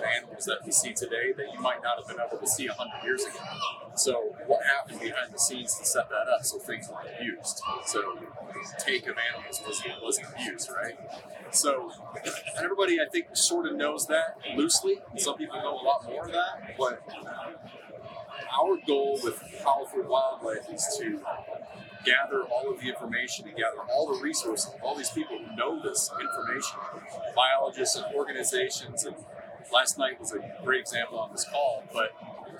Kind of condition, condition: setting, busy venue